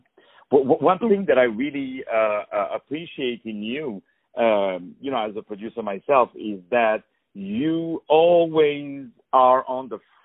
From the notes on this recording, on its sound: On the phone